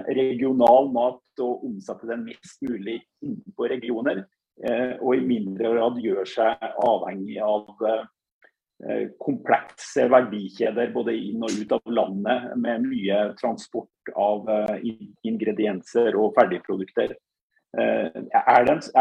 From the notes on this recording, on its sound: Live Zoom.